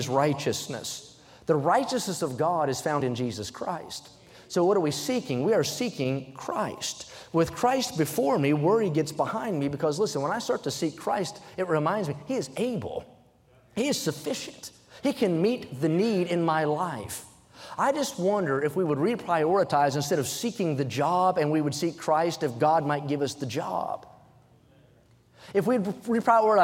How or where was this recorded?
large echoing room